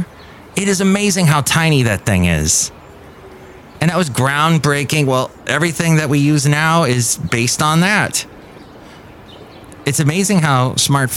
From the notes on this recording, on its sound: podcasts live from Café Anyway